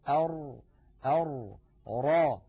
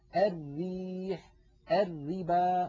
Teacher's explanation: مؤخرة اللسان في الراء المفخمة قد تصعدت إلى الحنك، بينما مؤخرته في الراء المرققة ما زالت مستفلة إلى أسفل اللسان، مع أن المنطقة التي يقرع فيها طرف اللسان اللثة واحدة، وهي المنطقة الزرقاء اللون الغامقة.